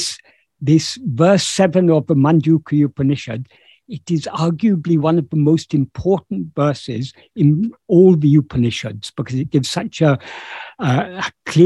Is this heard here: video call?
yes